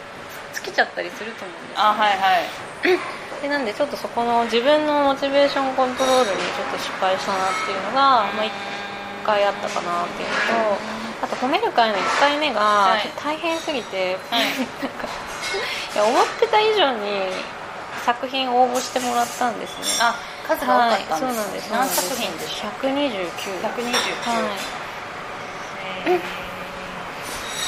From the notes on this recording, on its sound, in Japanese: 雑音ごめんね